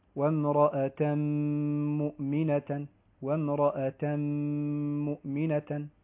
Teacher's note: ثم الملاحظة الثالثة تتعلق بالتنوين قبل حرف الميم. التنوين قبل حرف الميم فيه الإدغام بغنة